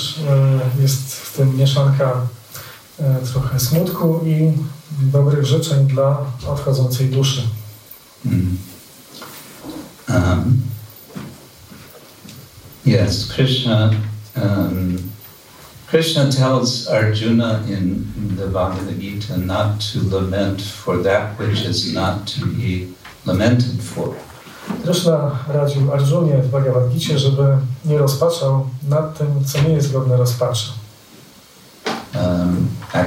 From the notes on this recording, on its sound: Ramanavami - lecture from ISKCON Warsaw temple. Wykład ze świątyni warszawskiej.